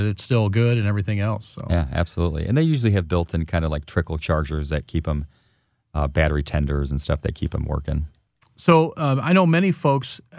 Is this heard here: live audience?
no